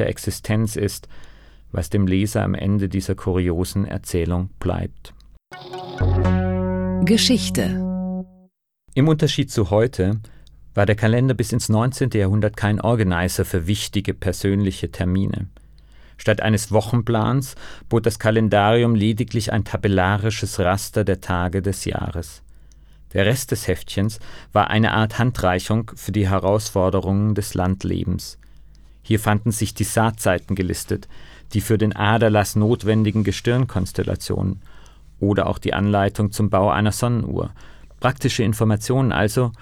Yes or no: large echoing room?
no